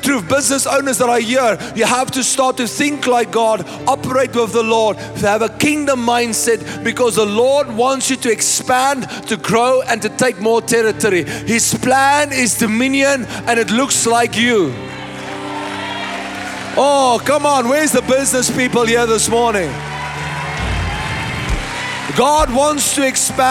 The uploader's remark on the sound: First Fruit Conference | Session 2